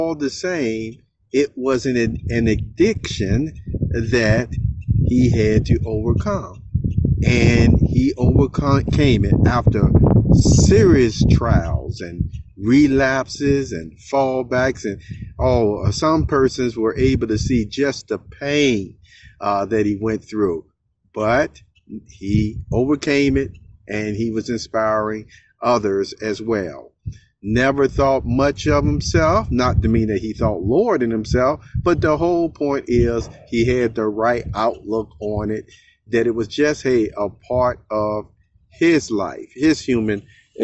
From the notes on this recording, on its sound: This is from the Perceptive Readers Telegram App Group on the fly, if you will, moment. Therefore, you can hear the outside environment sounds.